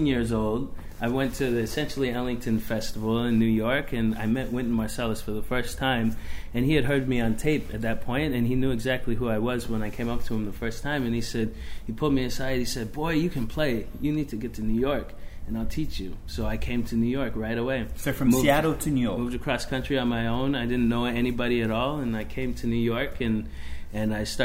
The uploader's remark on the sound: Whilst in Adelaide. Had a chat at Peter Rabbit in the heart of the City prior to that night's show.